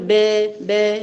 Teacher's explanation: الصوت يميل للكسر، بدل ما يكون فتح با يصبح با، يعني لا نقول با با، لا هي با با. · Term: إمالة